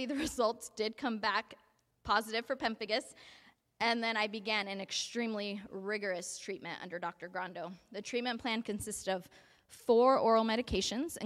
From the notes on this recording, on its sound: A message delivered at the 2023 Spring Tea at La Mirada Church.